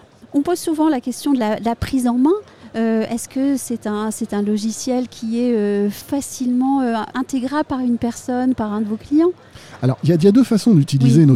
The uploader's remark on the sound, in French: Un épisode enregistré au RENT 2022.